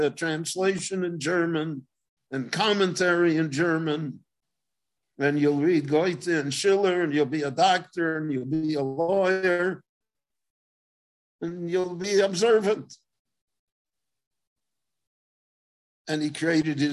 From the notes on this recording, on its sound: gave a LIVE zoom lecture in Israel